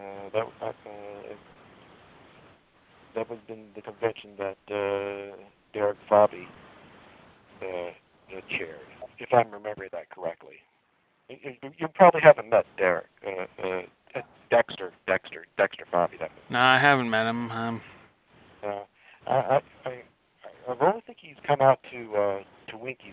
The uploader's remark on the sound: This interview was "phoned in" and the sound quality is not pristine.